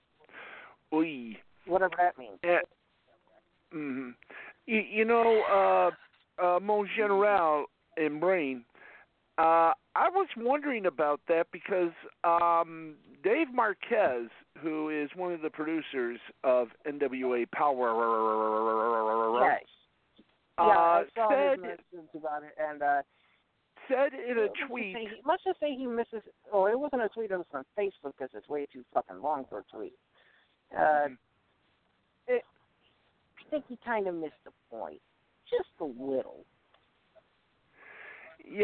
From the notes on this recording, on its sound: Along with live calls and guests.